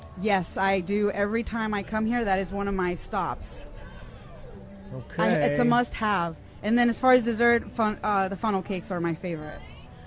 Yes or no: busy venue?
yes